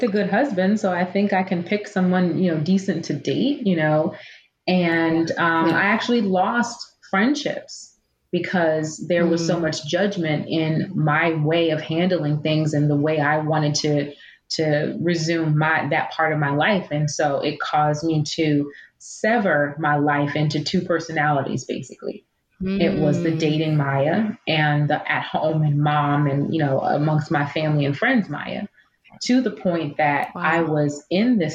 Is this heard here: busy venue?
no